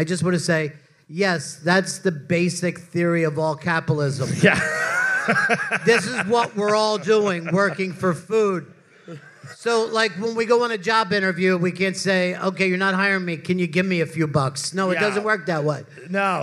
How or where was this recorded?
live audience